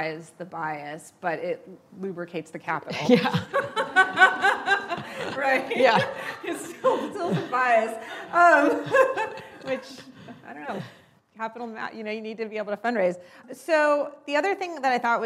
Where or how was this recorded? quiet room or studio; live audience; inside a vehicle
live audience